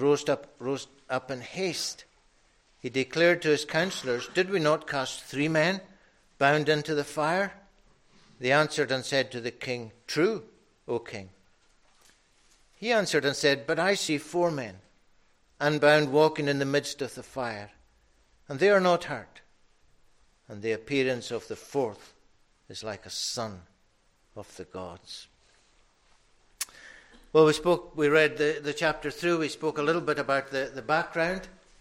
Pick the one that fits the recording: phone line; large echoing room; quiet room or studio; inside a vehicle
large echoing room